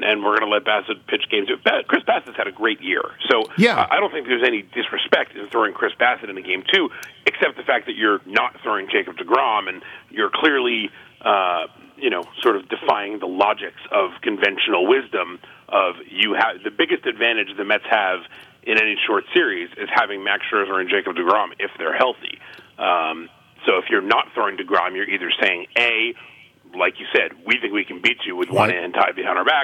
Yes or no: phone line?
yes